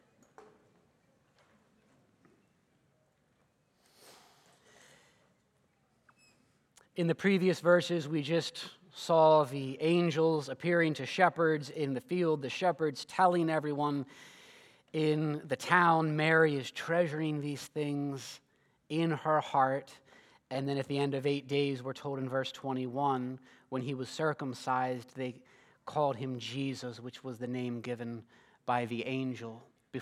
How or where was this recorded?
large echoing room